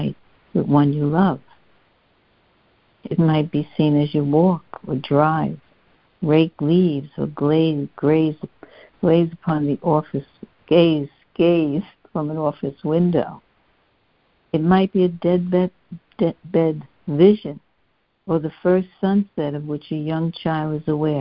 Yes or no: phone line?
yes